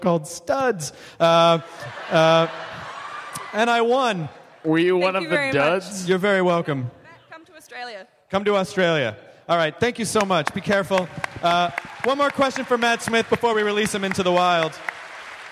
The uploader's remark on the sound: Live from SDCC 2013! It's the Nerdist live from the Balboa Theater in San Diego again!